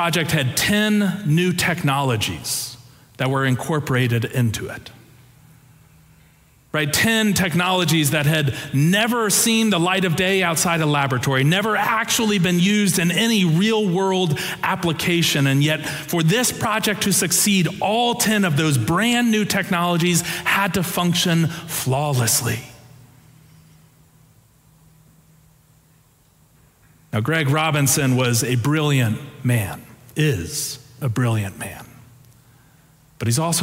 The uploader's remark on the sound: Preached on Palm Sunday (April 2, 2023) for our Sanctuary Worship Service.